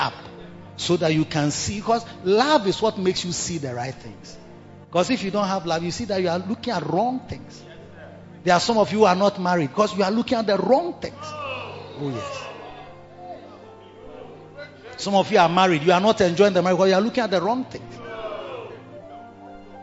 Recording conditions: large echoing room